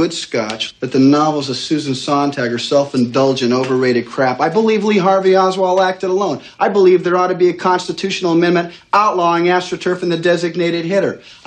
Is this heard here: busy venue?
no